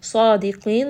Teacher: sa is going to be heavy, qaf is going to be heavy as well. And then we end here on a four count, mad'arid lissukun.